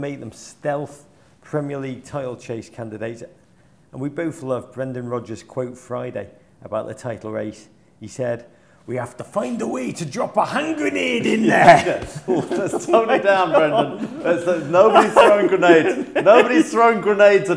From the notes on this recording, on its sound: Live in Liverpool.